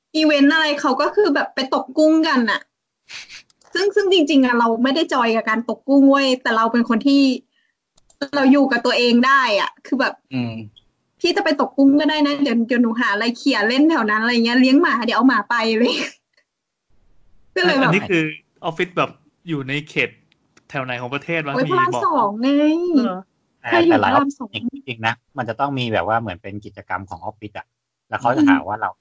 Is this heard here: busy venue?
no